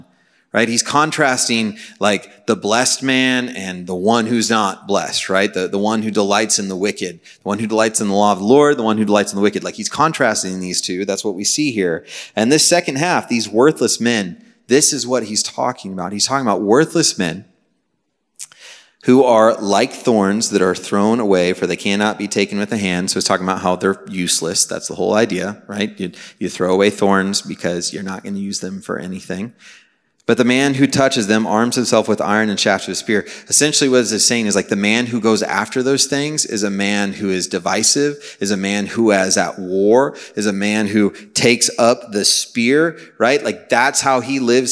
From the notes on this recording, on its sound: Message preached on May 11, 2023 at a Thursday Night Gathering of Coram Deo College Ministry.